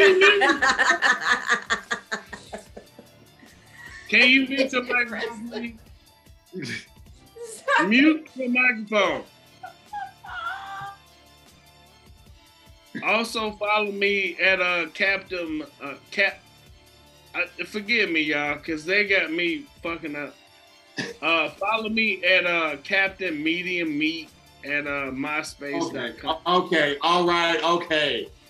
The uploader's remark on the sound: This time we fired up the zoom app.